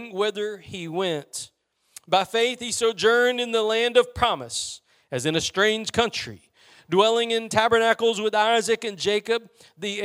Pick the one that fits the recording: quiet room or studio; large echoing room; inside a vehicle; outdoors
large echoing room